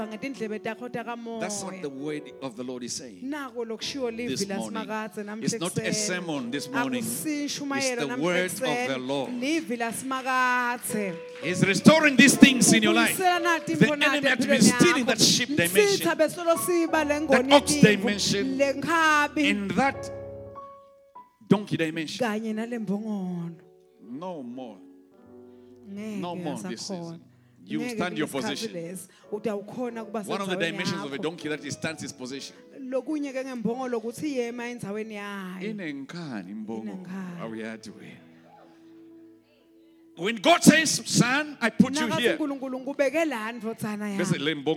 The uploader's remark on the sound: Recorded Live at The Apostolic Hub